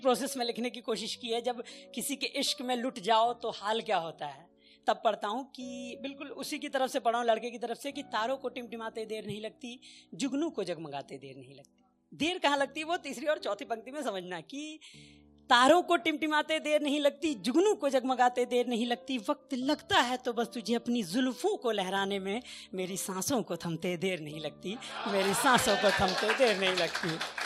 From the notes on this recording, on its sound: The podcast that brings you the best audio performances from our weekly poetry events.